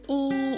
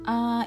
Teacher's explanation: Kalau posisi lidah teman-teman itu tinggi, mendekati langit-langit, maka itu termasuk vokal tinggi. I itu vokal tinggi. A itu vokal rendah.